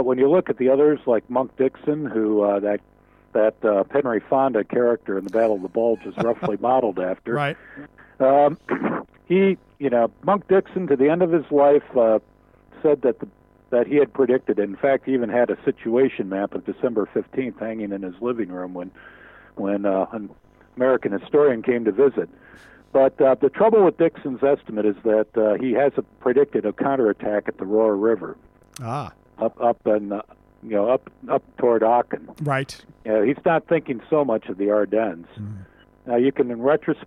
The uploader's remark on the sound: In our first ever phone interview.